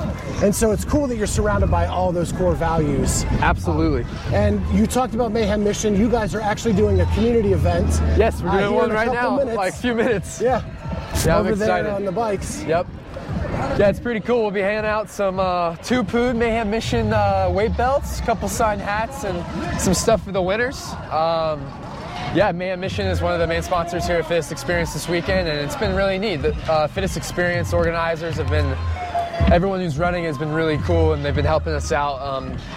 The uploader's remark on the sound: LIVE at TFX!